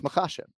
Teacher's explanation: So we're emphasizing the second syllable, right?